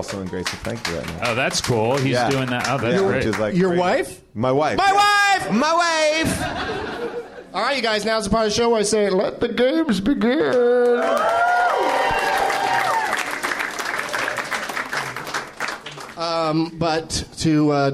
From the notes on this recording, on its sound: Live from the NerdMelt Showroom